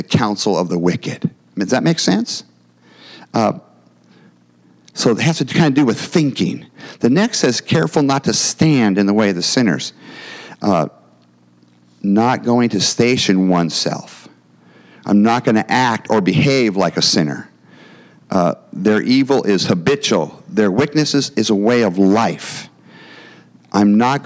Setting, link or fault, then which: setting, large echoing room